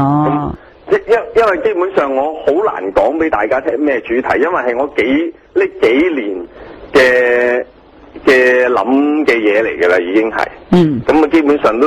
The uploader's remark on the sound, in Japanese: 商业一台。電話訪問。